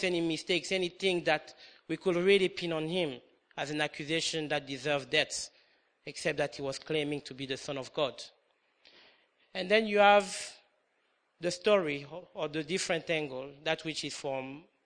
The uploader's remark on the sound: comes from King's Church Good Friday Communion Service 2013